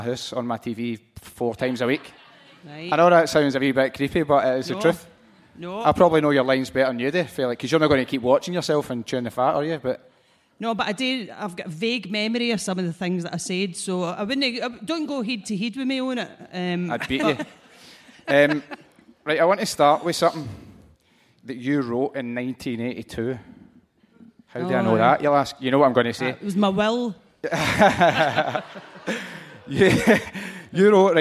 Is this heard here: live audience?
yes